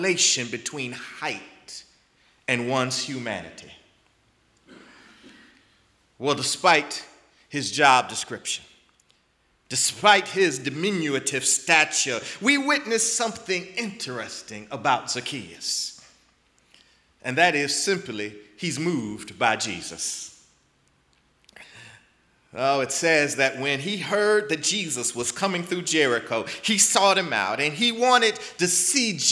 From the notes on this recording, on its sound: in the Memorial Church at the Knafel Center